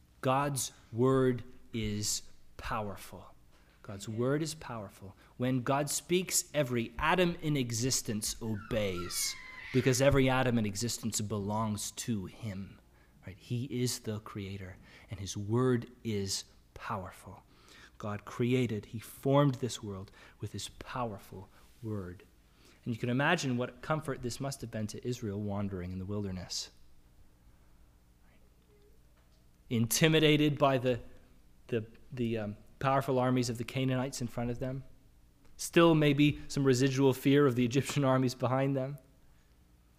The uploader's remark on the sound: Sermon audio from the LBC worship service.